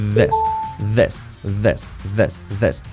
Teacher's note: La TH, aquí en este caso, suave, marcando este sonido, activando las cuerdas vocales. This. Y la I como una E.